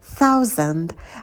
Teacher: А первый звук – это межзубный «с», «с». И в конце звонкий звук «д», не оглушайте его.